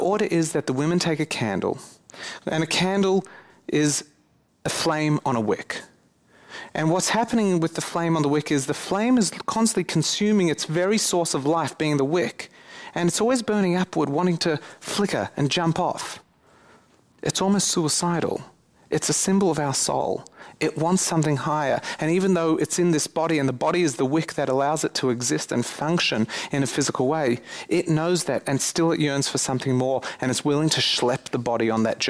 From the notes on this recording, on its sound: This recording is from a lecture given at Spiritgrow.